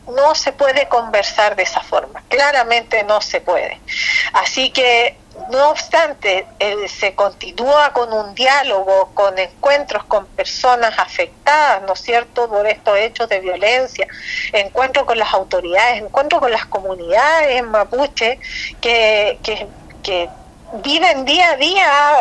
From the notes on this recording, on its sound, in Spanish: EN CONVERSACION TELEFONICA